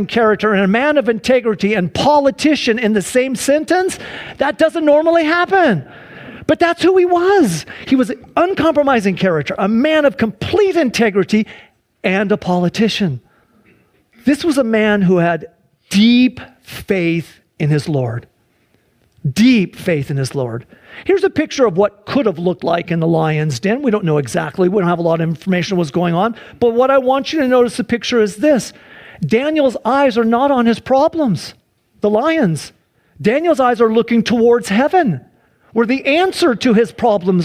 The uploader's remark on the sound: Sunday church service livestream.